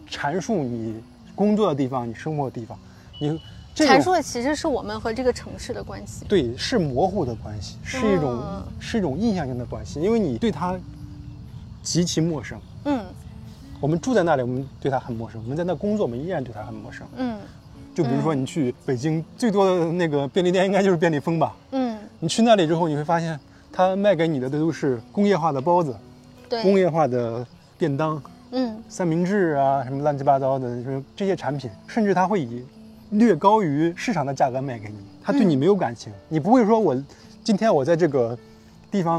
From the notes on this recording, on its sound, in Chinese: 本期节目是拆漫专家一次新的尝试——户外录制。比如时来时往的飞机噪音和傍晚逐渐大起来的蝉声，实话说，有些地方环境噪音确实有点大，我已经努力处理过了。